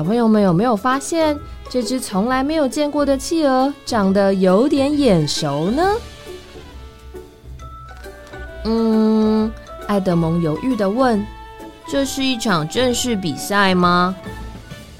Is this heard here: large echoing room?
no